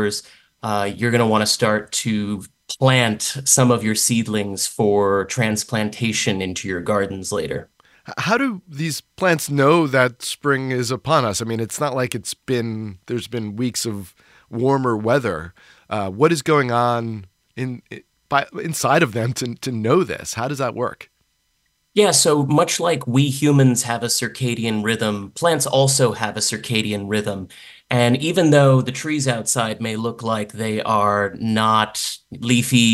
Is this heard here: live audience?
no